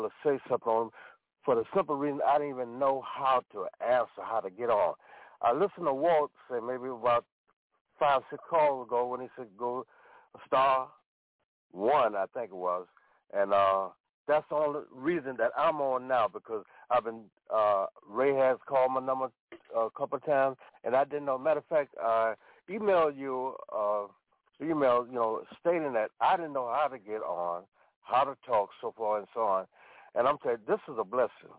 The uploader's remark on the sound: TNTSuperfantastic Conference Call